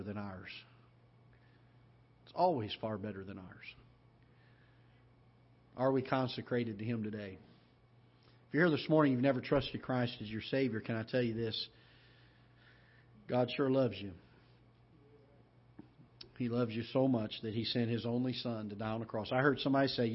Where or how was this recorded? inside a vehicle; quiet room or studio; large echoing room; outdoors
large echoing room